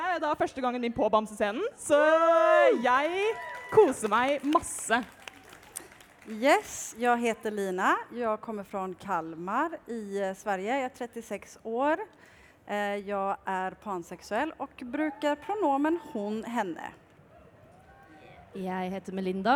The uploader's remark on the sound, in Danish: LIVE fra Pride!